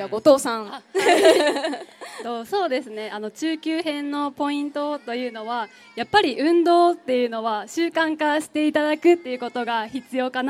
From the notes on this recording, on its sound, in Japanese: 府立清明高校で「北区民ふれあいまつり」が催されました。RADIO MIX KYOTOは、ステージ上で公開収録を行いました。